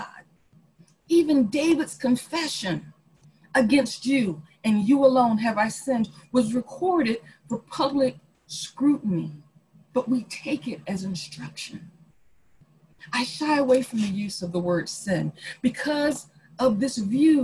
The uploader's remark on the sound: Our zoom streamed service